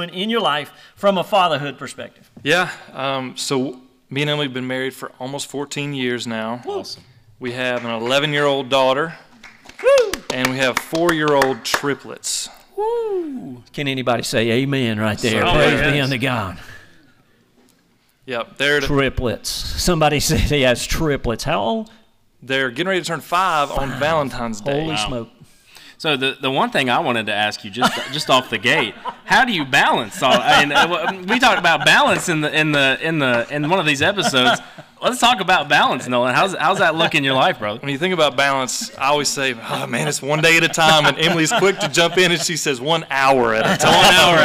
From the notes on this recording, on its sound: The Be The Man Podcast went LIVE at Trinity of Fairview!